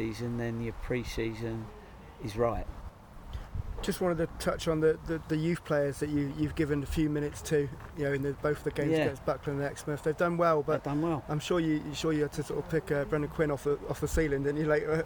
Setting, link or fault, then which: setting, inside a vehicle